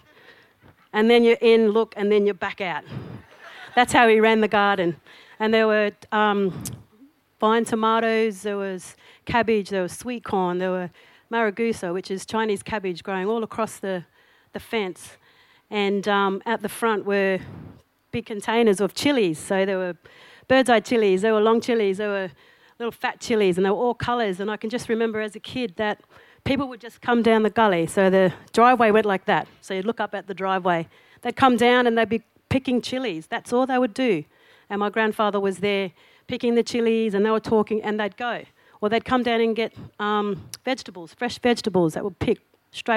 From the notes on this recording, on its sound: SPUN: True Stories Told in the Territory is a live storytelling event that showcases some of the extraordinary people and stories that make up the Northern Territory. Popping up at different venues across Darwin. Told at our event at the 2017 Darwin Festival.